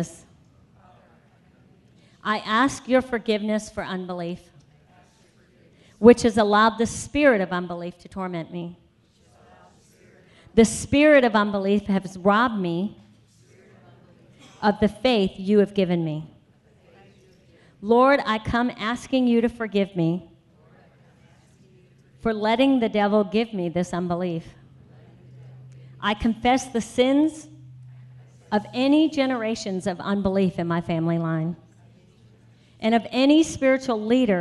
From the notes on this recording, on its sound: Afternoon Session of the 2018 Freedom Conference